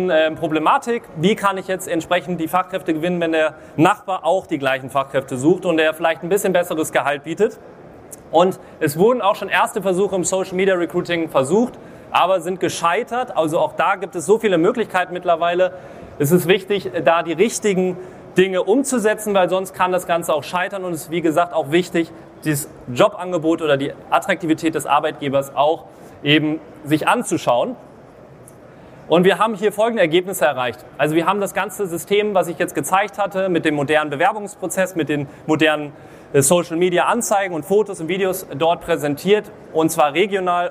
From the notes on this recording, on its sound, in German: Live Vortrag von der Nortec Messe 2024. In diesem Live Vortrag auf der Nortec Messe in Hamburg.